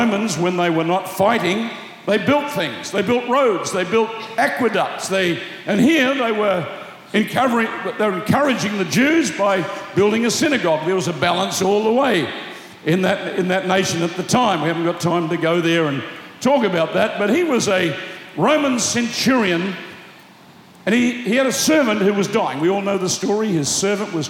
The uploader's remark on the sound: Preached Live At Planetshakers Melbourne